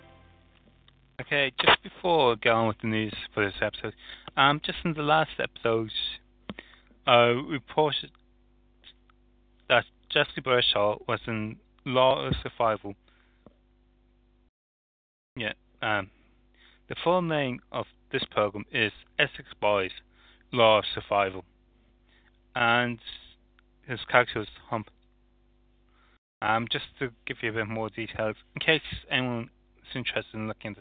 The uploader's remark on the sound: ReBuged Live On Talk Shoe. People dialed into the recording on stand.